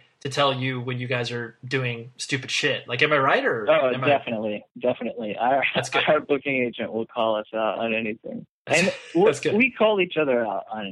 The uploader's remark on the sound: over the phone